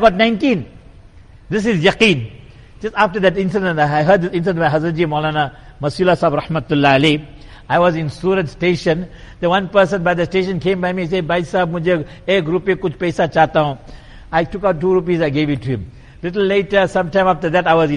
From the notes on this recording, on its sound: Jumuah lecture at Masjid e Quwwatul Islam